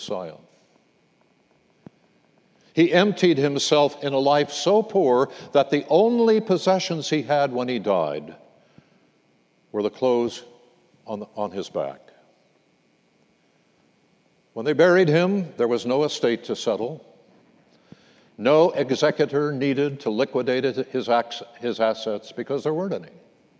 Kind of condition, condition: setting, large echoing room